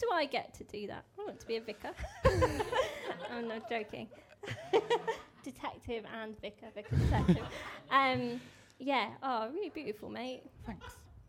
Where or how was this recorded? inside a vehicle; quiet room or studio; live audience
live audience